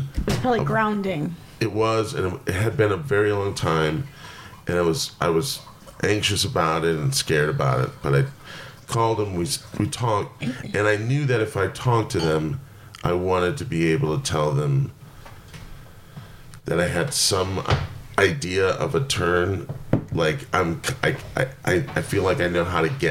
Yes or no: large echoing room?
no